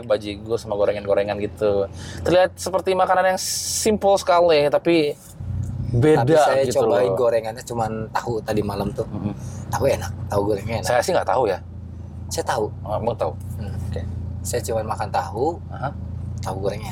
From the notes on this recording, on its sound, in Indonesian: Ini kita rekam di dalam mobil ya pak, jadi suaranya agak kurang